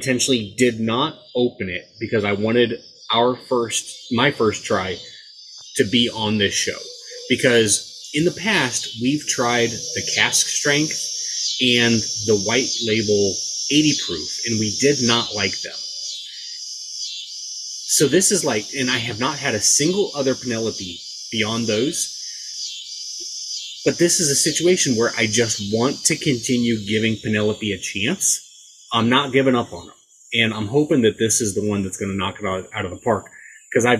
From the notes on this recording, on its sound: In a very special - and unlistenable - episode. Goes outside to broadcast from his deck. The Cicada episode.